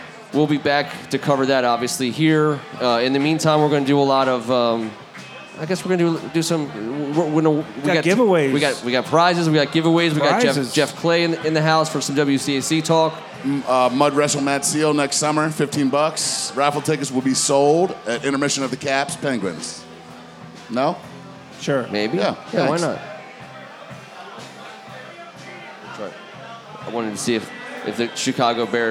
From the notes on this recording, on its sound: Record The Audible live at Caddies on Cordell on the night of the NFL Draft.